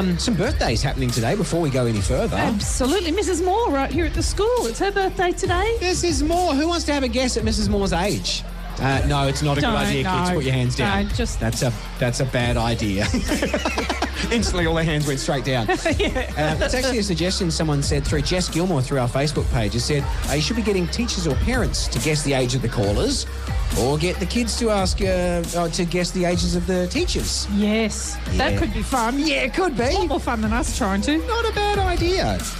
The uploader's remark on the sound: Live from the schools of the Central Coast all this week!